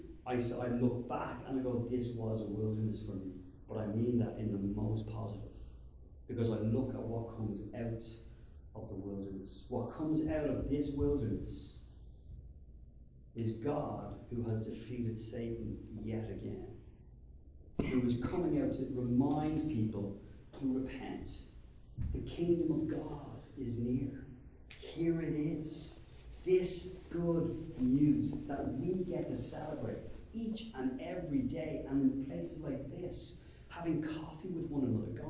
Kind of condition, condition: setting, large echoing room